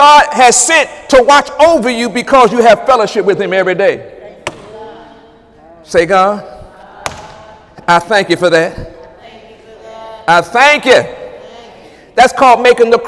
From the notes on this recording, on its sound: During Wednesday night service on August 16, 2017